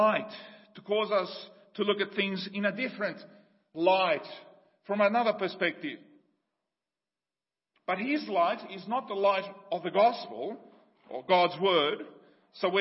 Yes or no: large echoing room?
yes